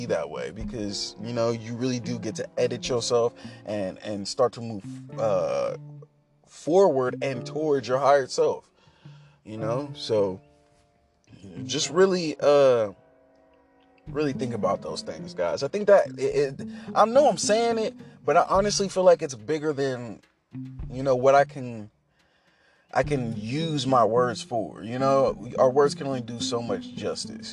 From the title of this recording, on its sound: In the car thoughts